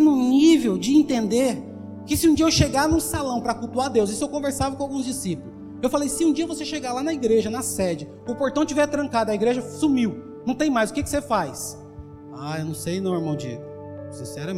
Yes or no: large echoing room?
yes